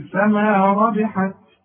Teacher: وطلعني همس بسيط شوية هوا علشان التاء دي من حروف الهمس